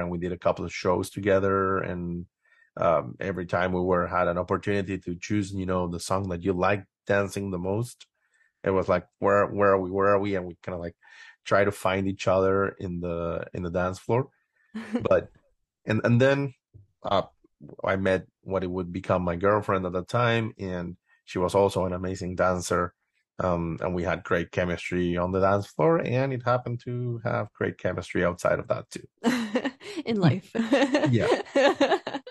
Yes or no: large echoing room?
no